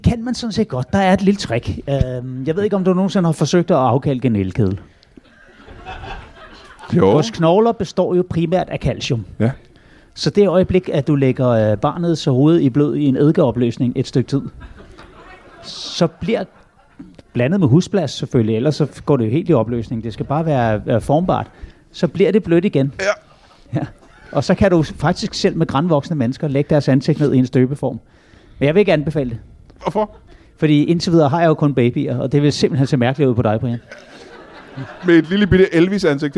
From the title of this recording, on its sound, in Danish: LIVE fra Ramsømagle